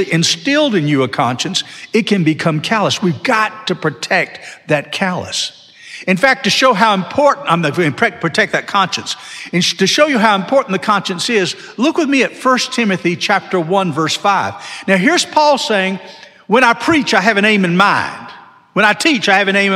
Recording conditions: large echoing room